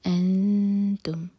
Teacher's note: حمزہ کے بعد جو نون ہے اس کی آواز کو چھپائیں گے اور دو سیکنڈس کا ٹائم دیں گے